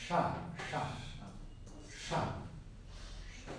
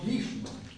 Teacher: Pero si yo le pongo, si doblo la lengua para atrás, entonces va a sonar como sha, sha, sha. Estoy sosteniendo, ¿ah? · Term: cerebral